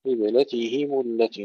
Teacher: نحقق الكسرة جيدا قبل أن ننتقل إلى الميم المضمومة